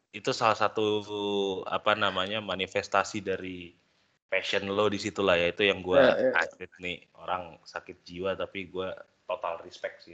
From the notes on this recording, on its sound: Use earphone for a better listening experience since we have limited resources of recording